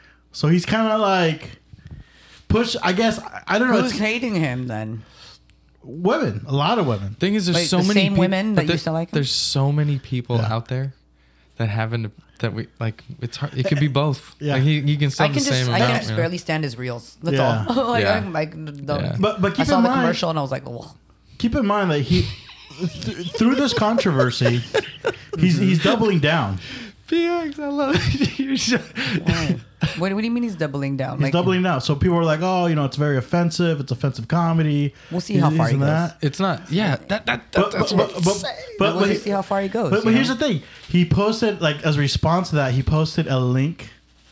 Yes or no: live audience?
no